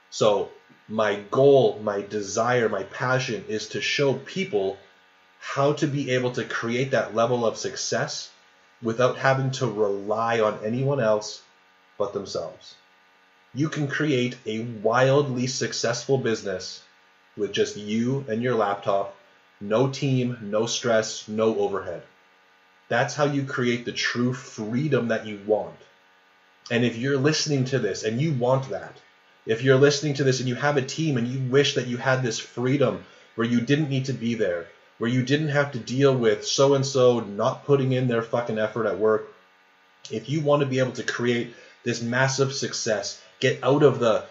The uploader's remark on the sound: Sorry for the awful sound in this episode!